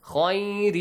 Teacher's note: Ikhfa, rest of the letters. We hide the sound of the tanween. Khayrin. Plus two counts, nasal sound.